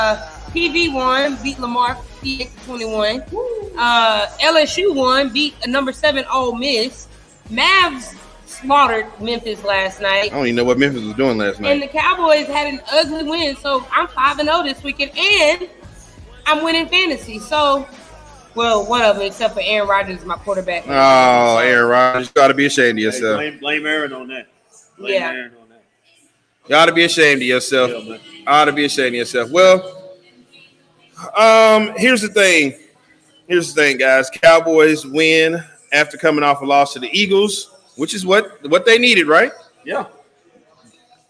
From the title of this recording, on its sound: Live from Winners Smokehouse